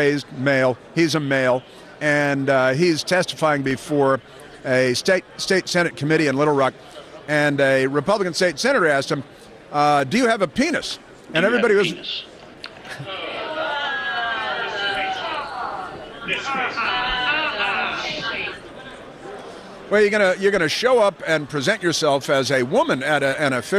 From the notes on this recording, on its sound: broadcasting live from CPAC